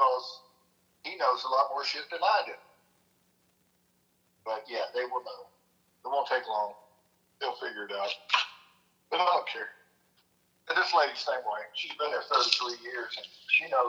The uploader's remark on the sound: Phone Call With My Dad.